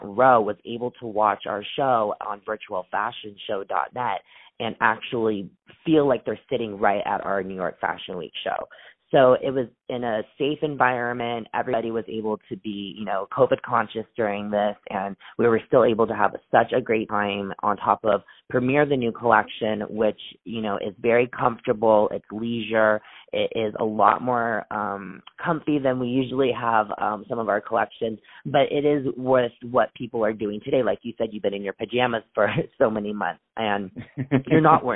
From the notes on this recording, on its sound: On the phone.